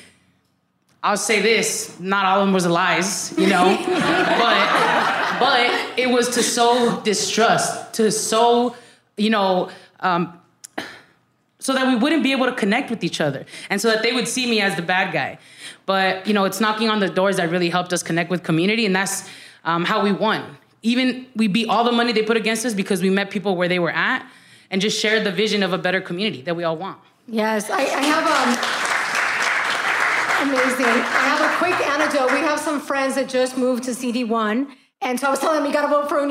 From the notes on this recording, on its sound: This episode was recorded in front of a live audience during “Tamarindo Live: A Celebration of Community” at The Pop-Hop in the Highland Park neighborhood of Los Angeles, where a beautiful community of Tamarindo listeners joined us.